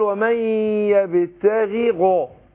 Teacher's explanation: الغين الاولى عشان مكسورة خدت ادنى درجات تفخيم واللي بعدها عشان مفتوحة ايه مفخمة تفخيم عالي